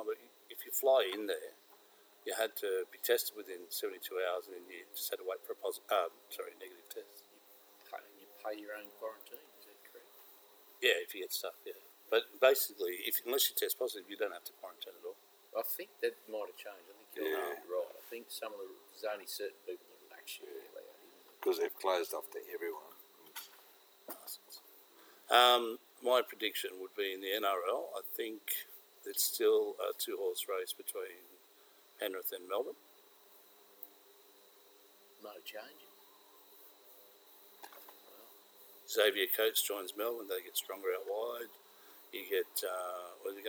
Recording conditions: sounds in the background